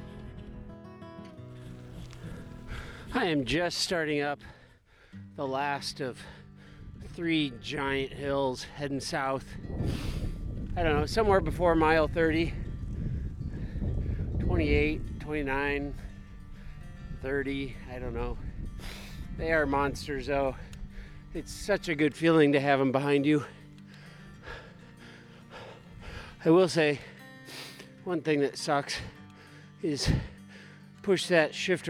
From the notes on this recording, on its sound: Bring a mic along on a 100K winter gravel race in south central Iowa, CIRREM, and weave it into an episode to take you along for the ride. On-the-bike gravel race experience.